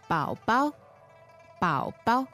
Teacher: The first one is third tone, and the second one is neutral.